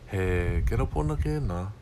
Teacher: So if you know the word, I know kelepona is the word for it, and I know all the structure, whatever, I can say he kelepona ke'na. So your voice goes up, and at the end, it'll drop.